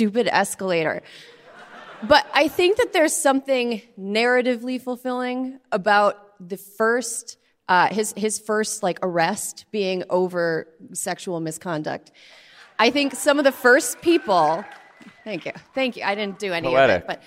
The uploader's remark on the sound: Live from Wisconsin!